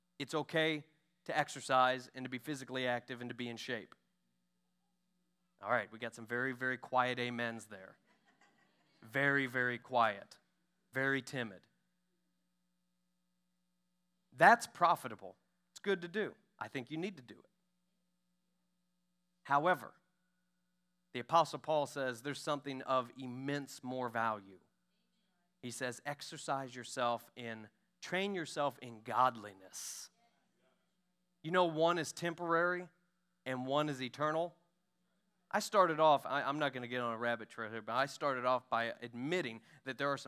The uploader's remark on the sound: During our Sunday morning gathering. We are an Apostolic, Pentecostal church located in Poplar Bluff, Missouri.